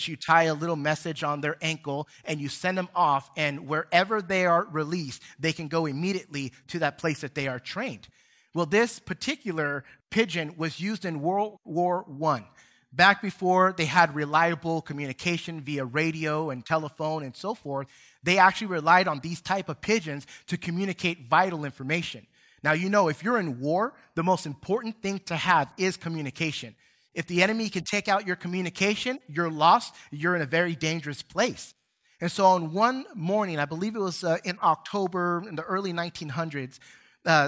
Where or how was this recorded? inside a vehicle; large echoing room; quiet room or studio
large echoing room